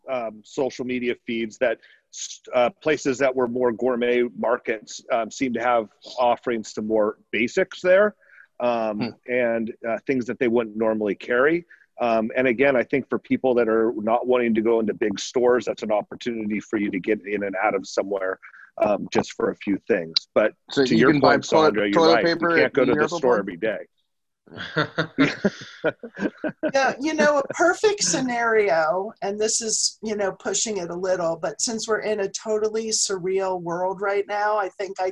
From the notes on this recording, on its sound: The Wine Makers are working from home this week. We decided to practice “social distancing” and try out the Zoom app to continue to continue recording shows for our listeners.